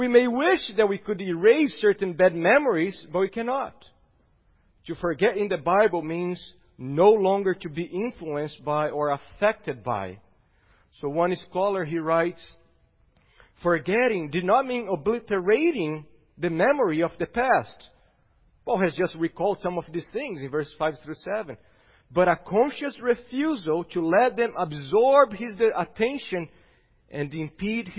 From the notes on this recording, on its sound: at Gracious Cross Reformed Church Salem on Sunday, March 21st, 2021.